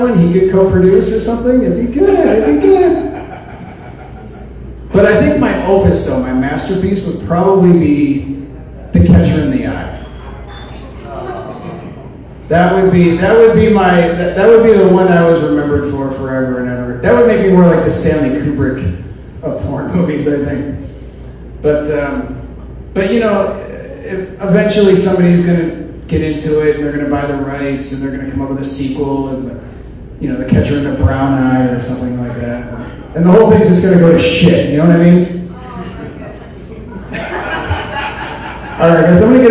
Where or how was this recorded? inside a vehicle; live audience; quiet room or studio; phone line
live audience